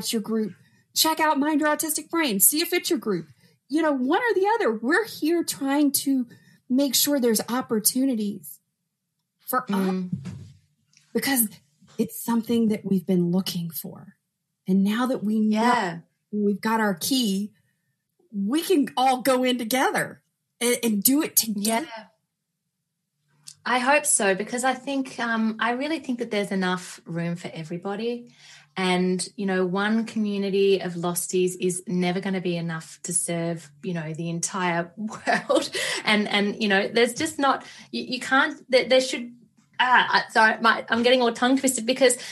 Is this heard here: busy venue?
no